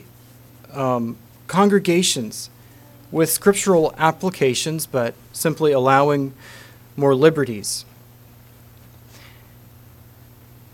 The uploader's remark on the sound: Message preached at Word Of Hope